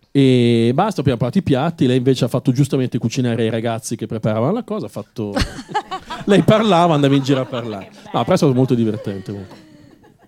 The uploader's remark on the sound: Live dal GhePensiMi